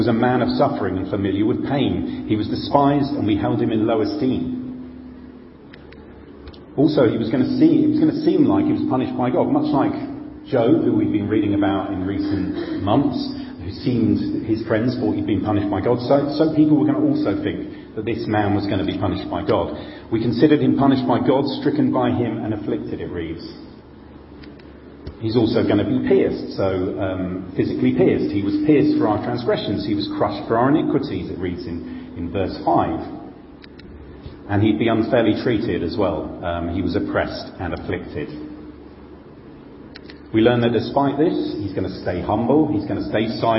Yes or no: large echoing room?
yes